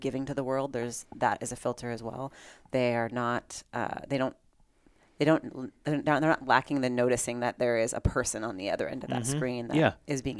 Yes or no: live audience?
no